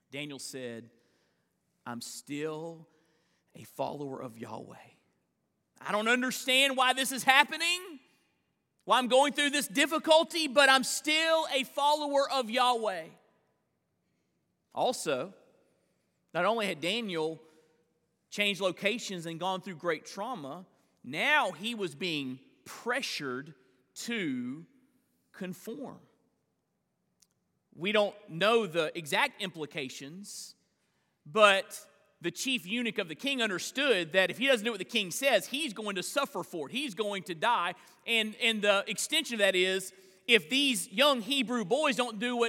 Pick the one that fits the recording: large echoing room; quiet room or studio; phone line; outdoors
large echoing room